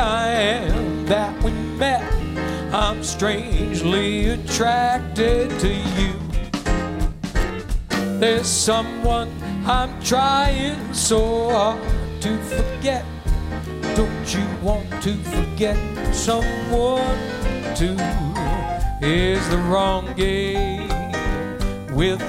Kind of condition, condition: setting, busy venue